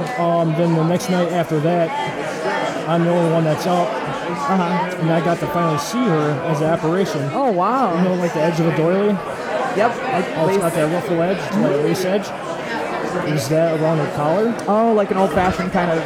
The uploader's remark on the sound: Behind the Scenes at Milwaukee Paranormal Conference 2015